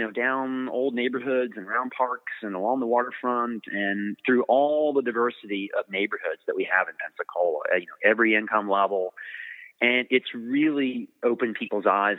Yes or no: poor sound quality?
no